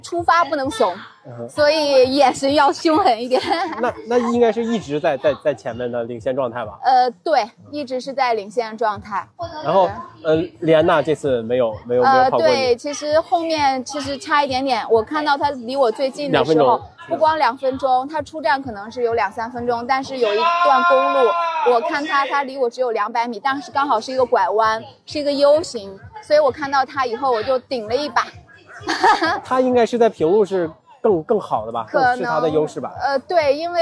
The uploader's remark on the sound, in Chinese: 这次我们来到凯乐石莫干山跑山赛的赛后现场，跟几位领奖台的精英跑者们聊聊。